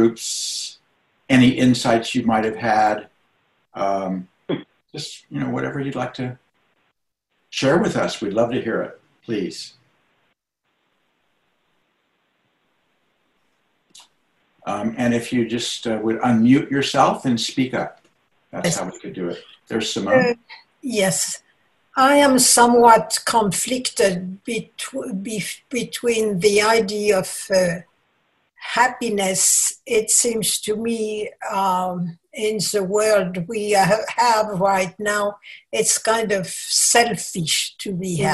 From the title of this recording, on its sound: Senior Sangha July Zoom Meeting